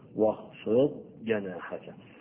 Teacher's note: ولاحظ في القراءة إن ما تقراش واخفض جناحك، لا، لأن الضاد لا تقلقل، ولكن الضاد من حروف الاستطالة، إنك بتطول وتقف عليها وأنت بتقرأها وبعدين تجيب الحرف اللي بعدها